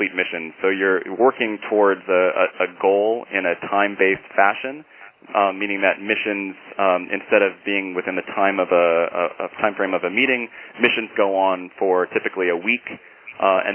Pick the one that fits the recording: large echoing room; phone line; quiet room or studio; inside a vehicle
phone line